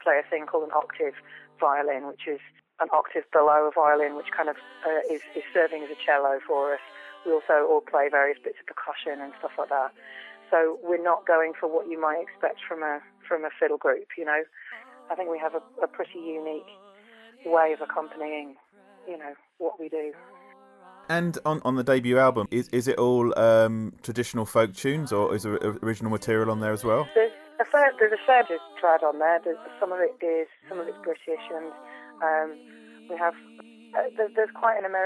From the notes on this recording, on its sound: We spoke on the phone